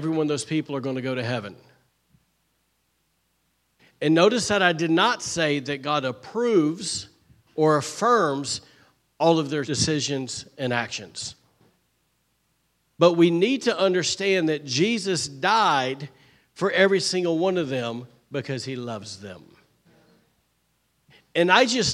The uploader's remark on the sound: was recorded on Sunday, September 3rd, 2023, during service at The Anchor Church in Rockport, Maine